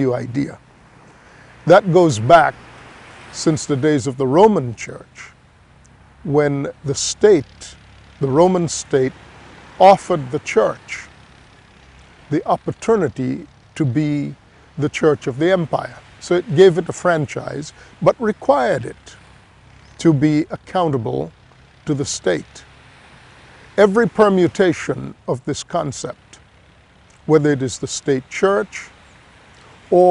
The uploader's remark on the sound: We are recording here in Grand Cayman and we are doing that outdoors, so there are many distractions. People will be passing by behind me or you will hear the sound of the surf-you will hear various noises and the like.